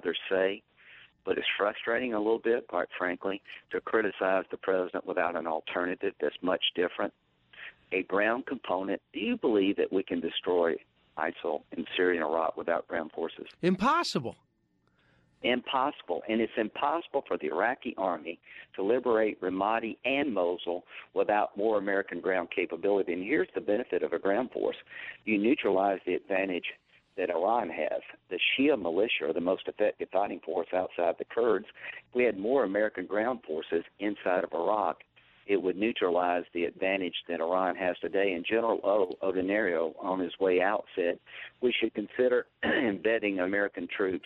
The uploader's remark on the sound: During a phone interview